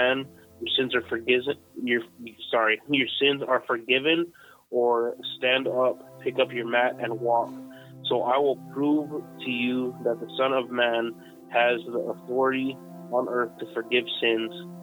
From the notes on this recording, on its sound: Live from Dessert Hot Springs California. This is was an awesome phone interview.